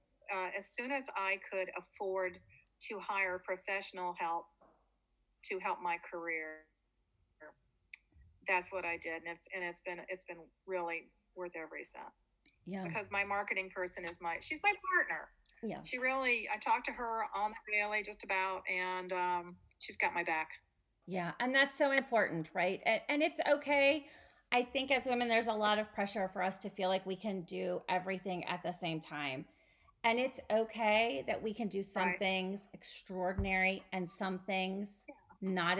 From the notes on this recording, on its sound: The sound quality within this episode is not up to our normal standards, we sincerely apologize for that.